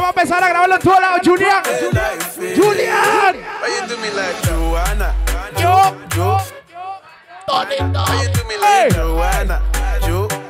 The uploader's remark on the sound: LIVE AT SIQUIRRES - BAR GRAN PARQUEO.